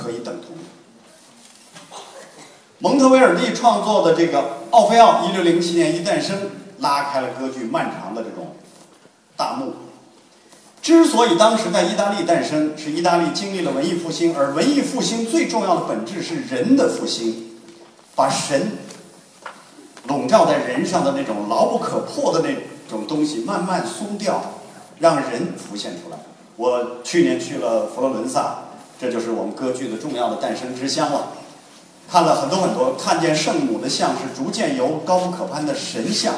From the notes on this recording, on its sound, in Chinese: 丰台十二中，一堂别开生面的歌剧艺术课正式开讲！更有多位青年艺术家现场演示，还专门设计了让学生互动体验的精彩环节。现场笑声阵阵。